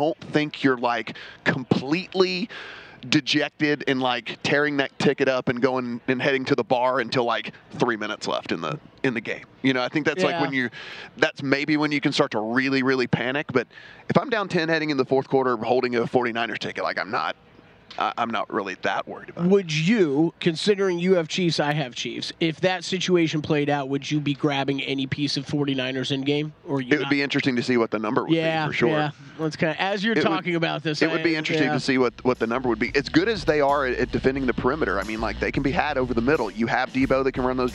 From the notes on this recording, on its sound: broadcasting live from media row